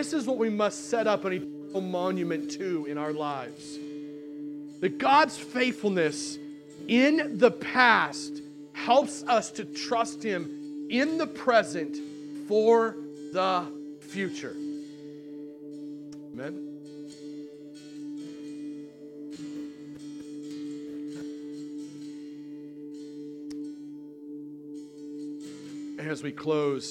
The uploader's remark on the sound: on October 13th, 2019 at The Well, an Acts 29 and Converge Heartland Church in Hastings, NE